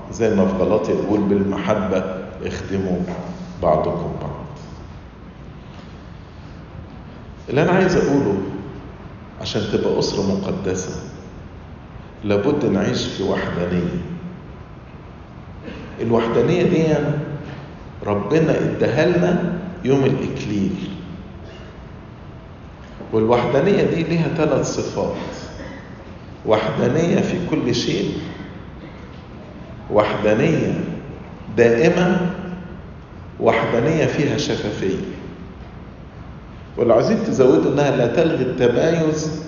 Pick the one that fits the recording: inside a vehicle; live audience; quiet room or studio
live audience